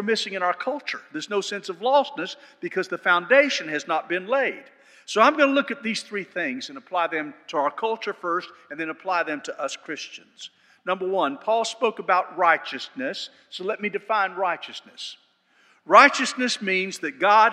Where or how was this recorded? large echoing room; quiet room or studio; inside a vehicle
large echoing room